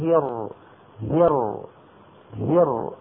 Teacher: نطقي بهذه الراء الساكنة مساو بزمن قولي ميل، لأن اللام بينية والراء بينية، فلا بد أن تتساوى الأزمنة.